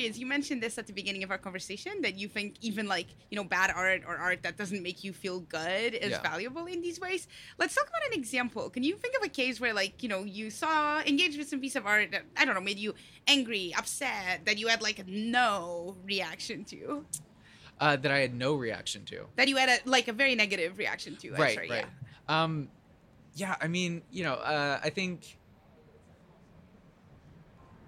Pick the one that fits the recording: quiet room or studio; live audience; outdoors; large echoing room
outdoors